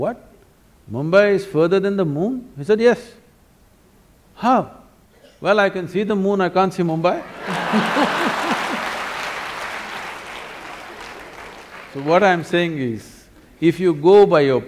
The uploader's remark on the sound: answers several questions from the audience